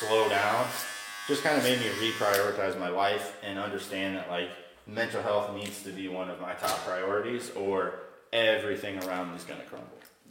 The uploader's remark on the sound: This was recorded while he was cutting my hair, so the audio is not the best